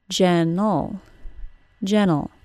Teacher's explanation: The final syllable of the word gentle is just an L sound, ol. Yes, there is an E in the spelling, but it is not pronounced in any way. · Term: syllabic L